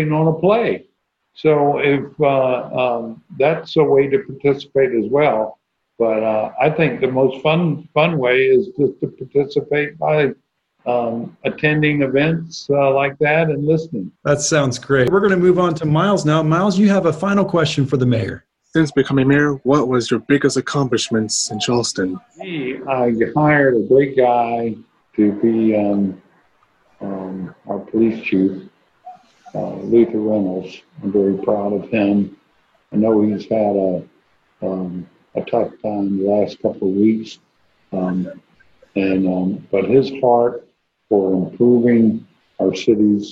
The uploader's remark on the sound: Joined the ANN crew for a group interview over Zoom.